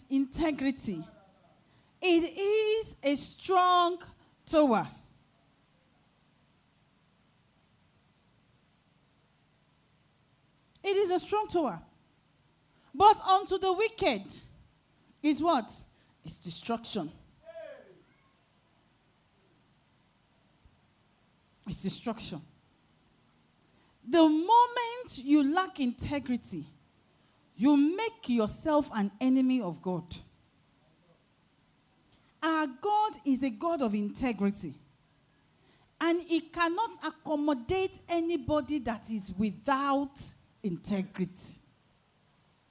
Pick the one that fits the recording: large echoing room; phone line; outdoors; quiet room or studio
large echoing room